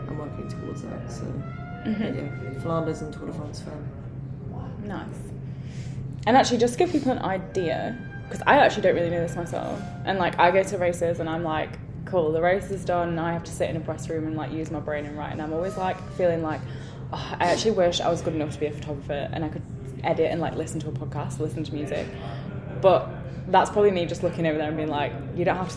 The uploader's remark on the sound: In a cafe in Girona (please excuse the background noise!).